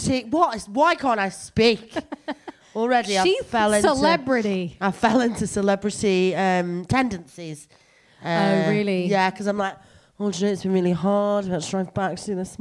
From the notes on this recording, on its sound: Recorded with prosecco at The Cavendish Arms in Stockwell.